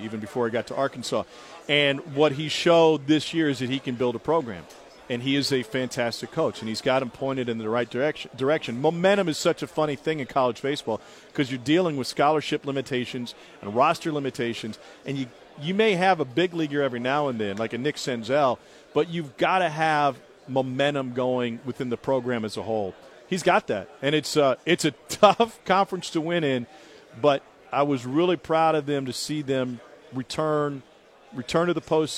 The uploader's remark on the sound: live from SEC Media Days in Hoover